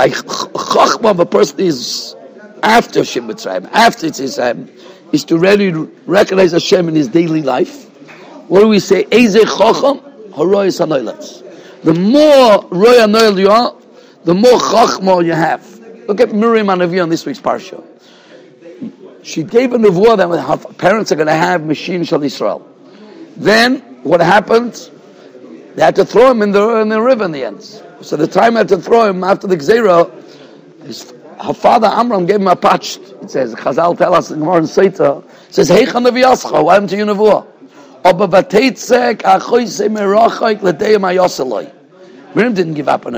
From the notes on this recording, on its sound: Shiur recorded in Yeshivas Ohr Reuven, Monsey, NY.